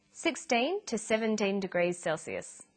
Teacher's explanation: Notice that the 2 is unstressed.